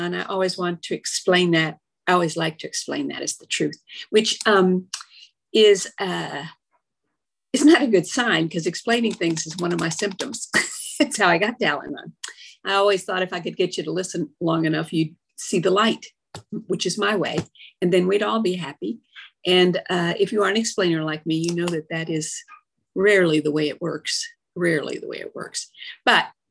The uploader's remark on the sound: From Addison AFG, Dallas, TX shares her experience, strength and hope on zoom.